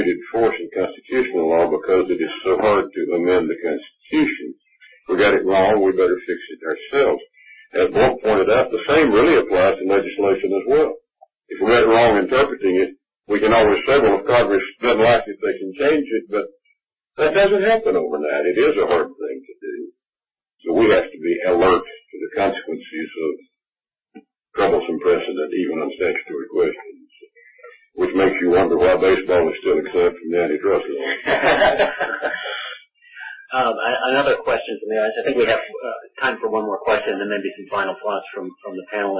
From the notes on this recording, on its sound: This teleconference panel discussion